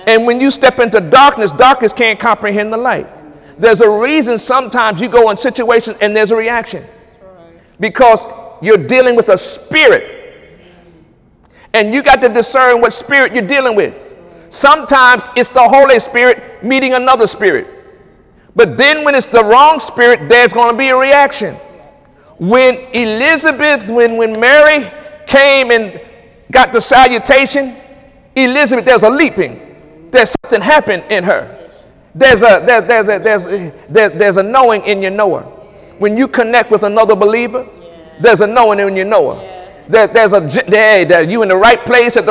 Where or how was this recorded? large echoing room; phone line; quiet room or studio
large echoing room